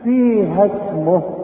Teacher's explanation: لأن الألف ساكنة والسين ساكنة، وما دام ساكن جنبي ساكن بتخلص من الساكن الأولاني، فبلغيه من النطق